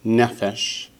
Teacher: Notice the accents on the first syllable.